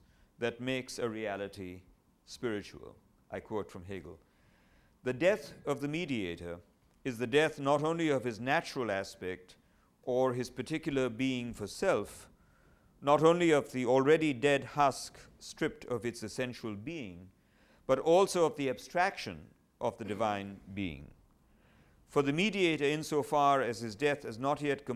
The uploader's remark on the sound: at the third Shulman Lecture of 2008 at the Whitney Humanities Center